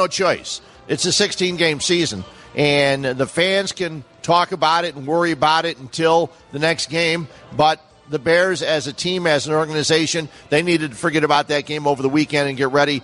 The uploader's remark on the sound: LIVE from Bannerman's Sports Grill